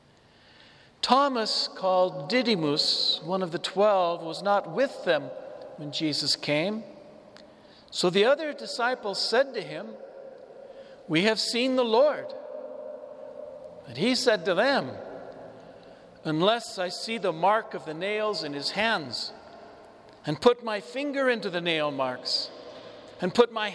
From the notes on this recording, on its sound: This homily was preached before the Saint Francis Catholic Community of Cuenca in the Iglesia de San Francisco, Cuenca, Ecuador.